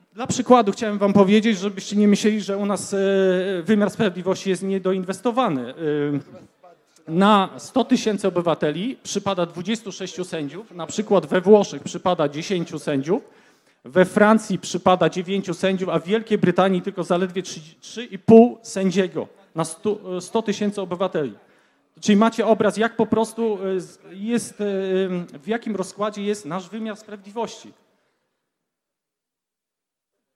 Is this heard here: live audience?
yes